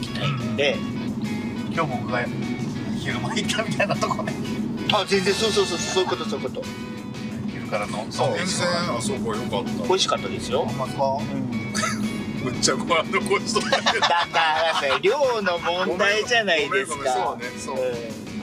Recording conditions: inside a vehicle